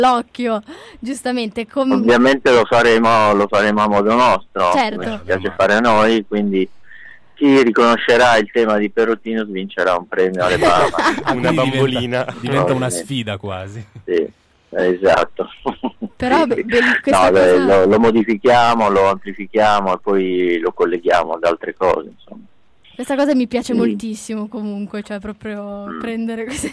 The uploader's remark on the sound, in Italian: Festival Fiati di Milano. In studio. Al telefono.